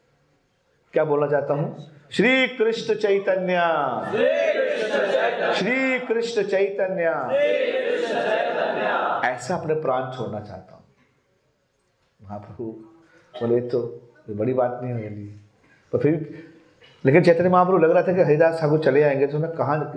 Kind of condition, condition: setting, live audience